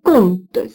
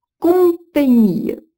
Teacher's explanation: la lettre O plus consonne nasale se prononce om